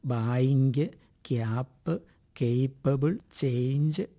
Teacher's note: മലയാളിയുടെ ഇംഗ്ലീഷ് ഉച്ചാരണത്തിലും താലവ്യത്വം നന്നേ പ്രകടമാണ്. ബായിങ്ക്, ക്യാപ്പ്, കേപ്പബിൾ, ചേഞ്ച് എന്നൊക്കെയാണ് മിക്ക മലയാളികളും ഉച്ചരിക്കാറുള്ളത്.